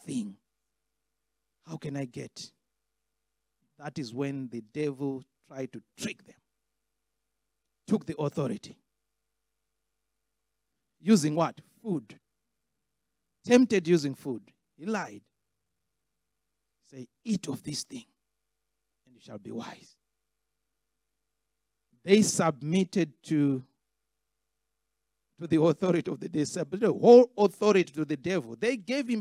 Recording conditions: large echoing room